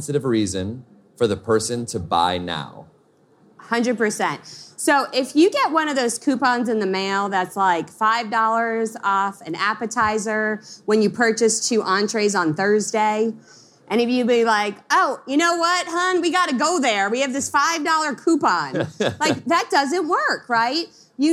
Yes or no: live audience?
yes